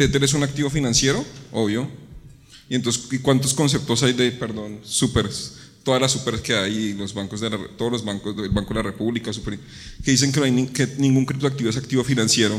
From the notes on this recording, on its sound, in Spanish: Este es un episodio grabado en vivo durante el CINTEL Blockchain Forum, en la antesala de ANDICOM 2023.